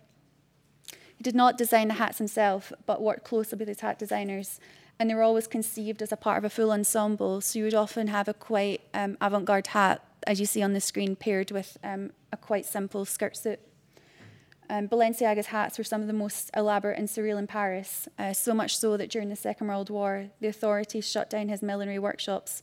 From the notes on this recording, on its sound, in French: enregistrée le 12 avril 2018 dans le cadre du colloque "Ce qu'exposer veut dire"